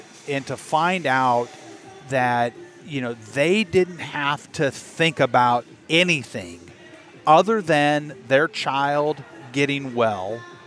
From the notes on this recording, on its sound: live from the Good Life Halfsy expo